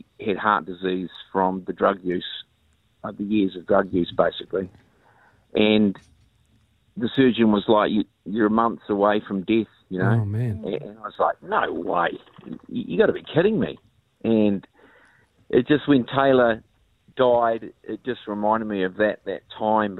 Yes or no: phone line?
yes